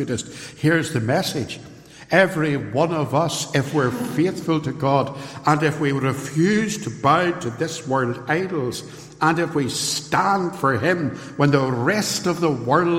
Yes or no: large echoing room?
yes